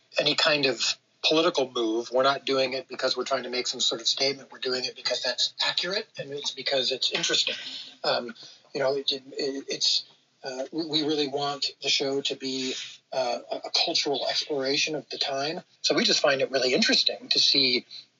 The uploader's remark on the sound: Dropped in my Clubhouse room! Interacted with members in the room. The audio quality is, well, "special," but listenable.